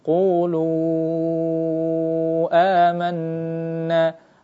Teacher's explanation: ini huruf mad bertemu dengan hamzah amanna pada kalimat yang berbeda, ini hukumnya atau namanya adalah mad jaiz munfasil yang hukumnya dibaca 4 atau 5 harakat dalam riwayat yang kita baca, yaitu riwayat Hafs an Asim min tariq Asy-Syatibiyah.